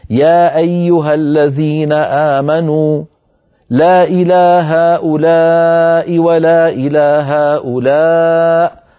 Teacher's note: يمكن أن نقرأ لحفص المد المنفصل بمقدار حركتين: يا أيها الذين آمنوا لا إلى هؤلاء ولا إلى هؤلاء، ف فنقصر المنفصل ونمد المتصل، هذا وارد لحفص ولغير حفص موضوع قصر المنفصل.